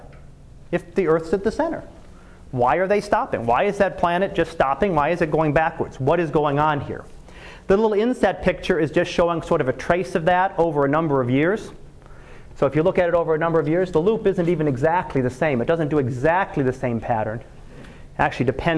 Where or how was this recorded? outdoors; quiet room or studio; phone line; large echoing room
large echoing room